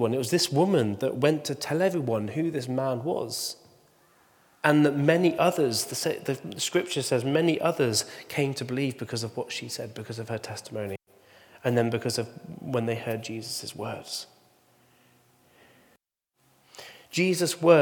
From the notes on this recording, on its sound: Recording from Immanuelskyrkan Skövde.